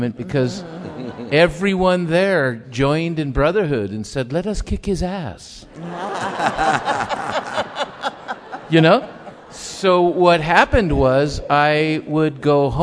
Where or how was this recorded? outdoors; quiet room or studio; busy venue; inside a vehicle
busy venue